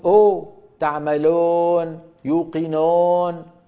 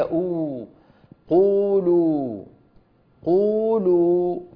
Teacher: ينطقونها أو مثل الأو المدورة بالإنجليزي · Shown in: first take · وليست كذلك.